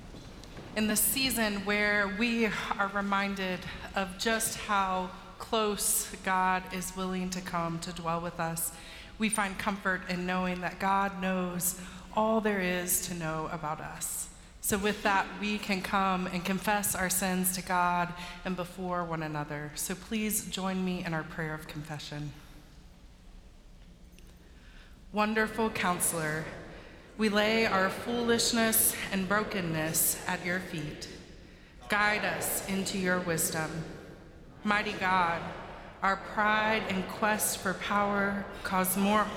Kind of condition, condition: setting, large echoing room